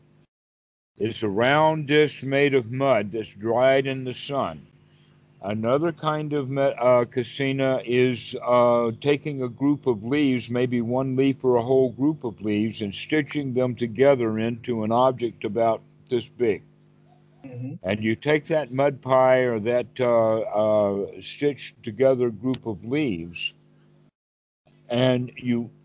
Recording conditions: video call